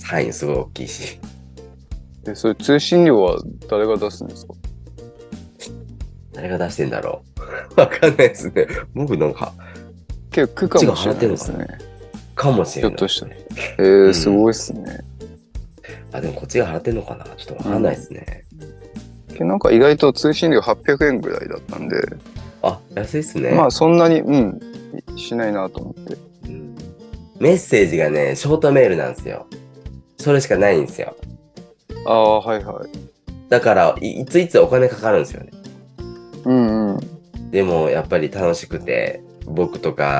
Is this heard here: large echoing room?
no